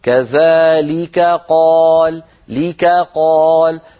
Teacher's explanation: كذا قوله تعالى في الآية 113 كذلك قال ليكا قا التقى في النطق كاف وقاف، والكاف والقاف مخرجهما قريب من بعضه، فعلينا أن نبين الكاف مرققة والقاف مفخمة. هكذا كذلك قال ليكا قال، فلا يخرج النطق كأنه كافان أو كأنه قافان.